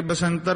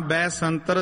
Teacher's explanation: ਬੱਬੇ ਦੀਆਂ ਦੁਲਾਵਾਂ ਦਾ ਪੂਰਾ ਉਚਾਰਨ ਕਰਕੇ ਬਸੰਤਰ ਨਹੀਂ ਕਹਿ ਜਾਣਾ · Shown in: second take